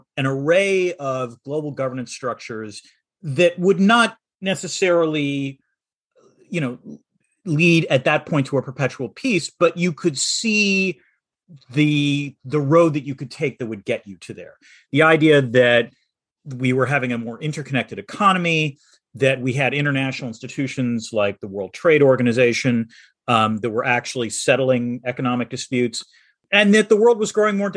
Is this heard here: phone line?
no